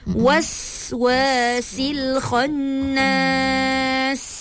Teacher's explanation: Bunyikan sofir pada sin.